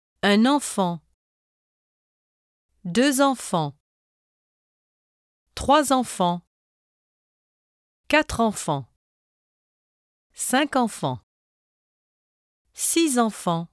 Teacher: When numbers precede a noun beginning with a vowel sound, their final consonants are sounded, sometimes slightly differently than when spoken in counting. The consonant sound is attached to the vowel at the beginning of the noun.